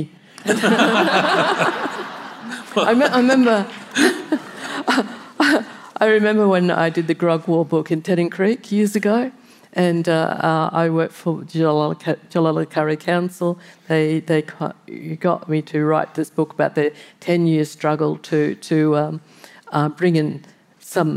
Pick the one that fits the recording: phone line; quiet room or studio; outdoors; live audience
live audience